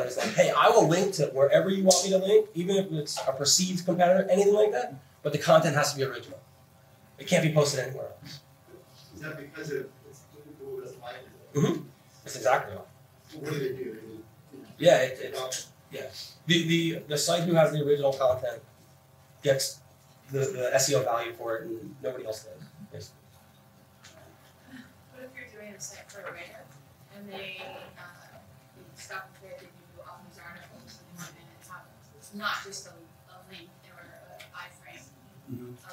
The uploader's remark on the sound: WordCamp Los Angeles 2011. Sorry, the audio isn't perfect! WordPress WordCamp's can get a bit noisy.